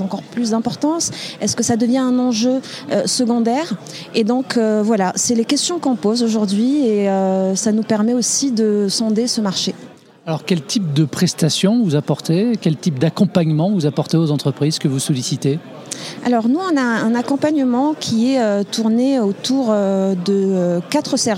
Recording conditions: busy venue